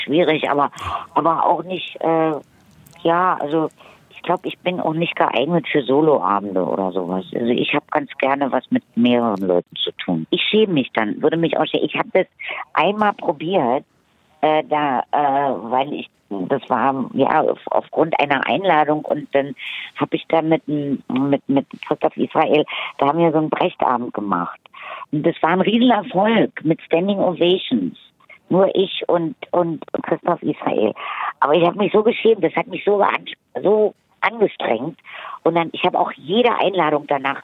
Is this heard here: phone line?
yes